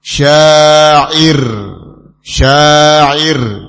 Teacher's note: ra sukun sebelumnya kasrah, dibaca dengan tipis · Term: ra sukun yang tipis